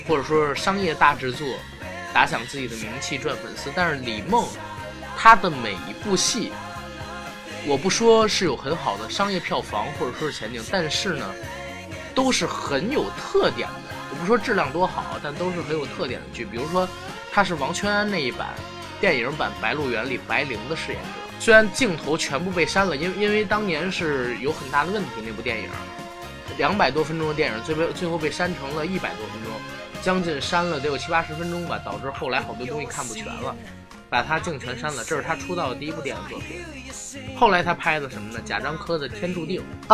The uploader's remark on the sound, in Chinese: 节目剪辑本次不是主播团队，大致背景音乐较大。